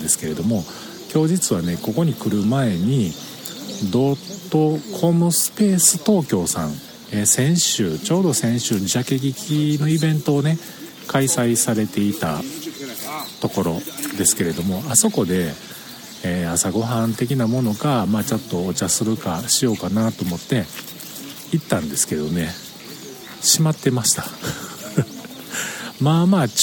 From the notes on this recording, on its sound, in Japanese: 音声は鳥居をくぐったすぐの場所でしたが、明治神宮、とても良いですね！